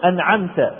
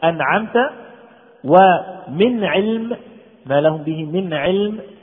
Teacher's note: ومن وسط الحلق تخرج العين المهملة